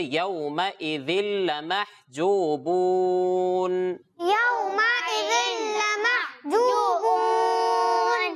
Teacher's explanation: را اور لام میں بغیر غنے کے باقی چار میں غنے کے ساتھ پڑھیں گے، تو یہاں پہ لام آ گیا ہے تو یہاں پہ غنے کے بغیر پڑھیں گے۔